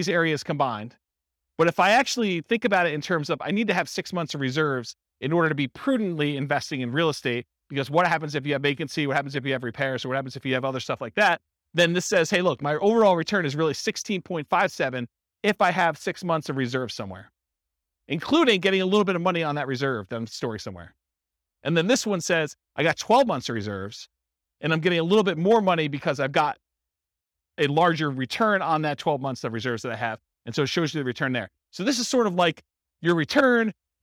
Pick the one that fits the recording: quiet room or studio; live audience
live audience